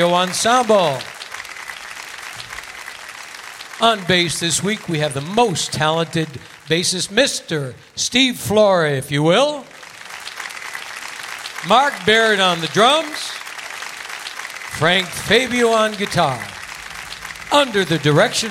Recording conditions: busy venue